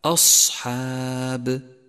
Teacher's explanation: لاحظ صفة الصفير والاستعلاء والهمس في حرف الصاد من كلمة أصحاب، والفظه بشكل صحيح مفخما مهموسا مصفورا، هكذا أصحاب.